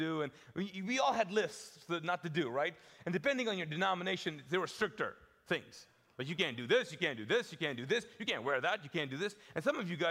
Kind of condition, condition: setting, large echoing room